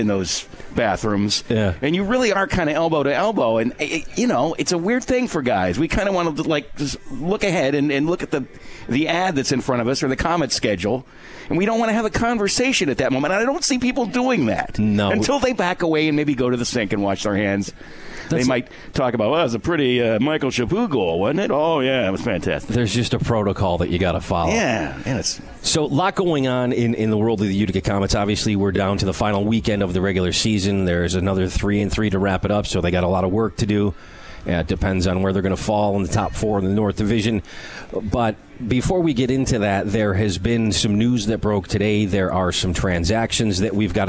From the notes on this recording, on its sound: Live from Swifty’s for Comets Insider.